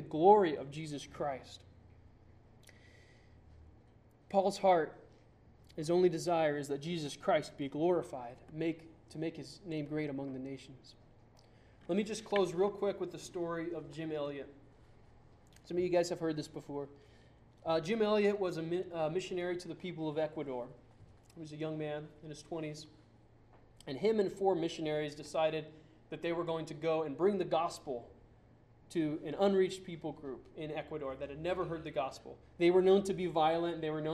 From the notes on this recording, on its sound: Sermon preached on November 2, 2009 at Church of the Good Shepherd in Glendora.